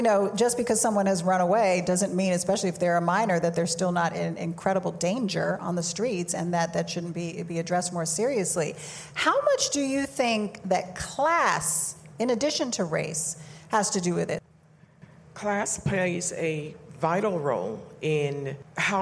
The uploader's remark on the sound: Live from REVOLT WORLD